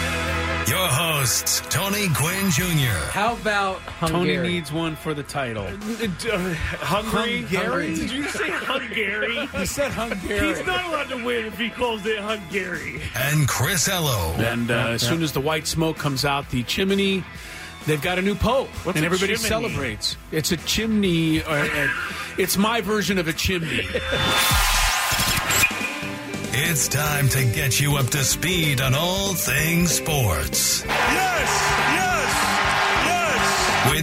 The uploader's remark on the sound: The guys were LIVE at Rancho Bernardo High School for the game between RB and Fallbrook.